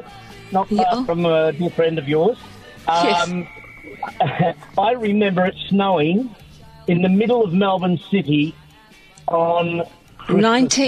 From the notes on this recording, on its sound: A special guest called in on 3AW Nights!